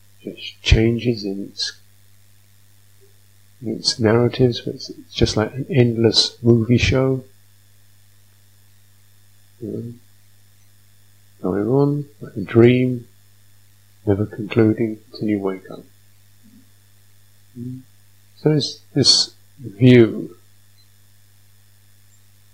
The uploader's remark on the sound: sound quality issues